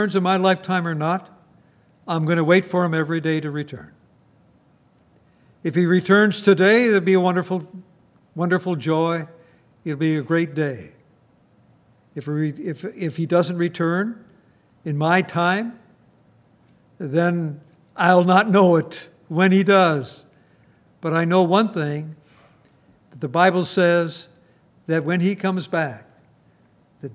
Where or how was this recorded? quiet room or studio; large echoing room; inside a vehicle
large echoing room